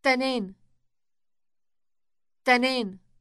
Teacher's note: Note the elongated initial T sound.